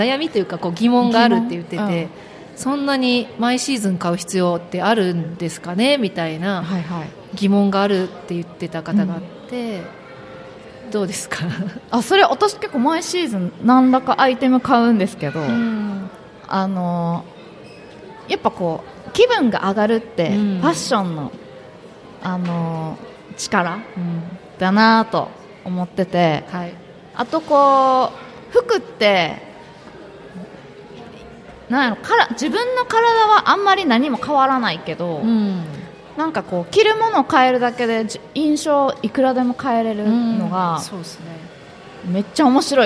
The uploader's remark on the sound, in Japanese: 公開収録